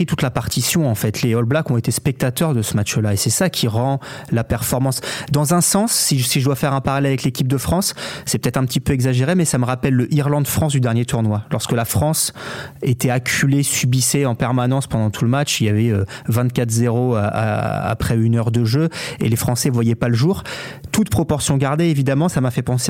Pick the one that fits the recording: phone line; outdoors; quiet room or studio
phone line